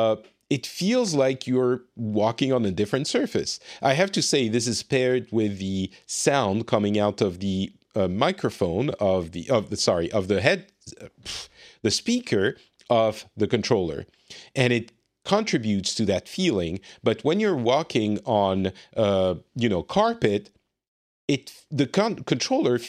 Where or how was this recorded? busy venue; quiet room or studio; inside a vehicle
quiet room or studio